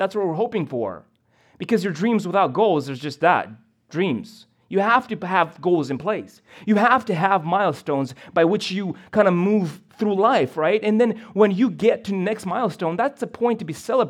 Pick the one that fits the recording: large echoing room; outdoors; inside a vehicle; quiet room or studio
large echoing room